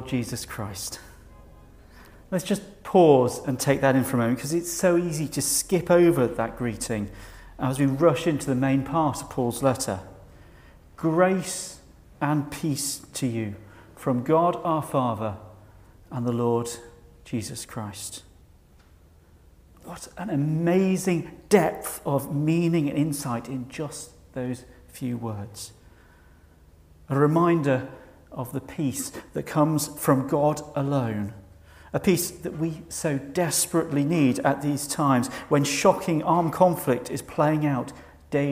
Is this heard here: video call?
no